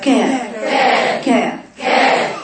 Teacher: تقولي كا الأول تحبس صوت بعدين يخرج النفس · Term: الشدة